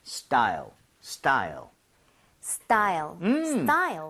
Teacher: 읽을 때요. 너무 스타일 해서 T 사운드를 너무 세게 내려고 하지 말고 걔를 된소리 좀 비슷하게 내주면 좋아요. 쌍디귿으로. 그죠.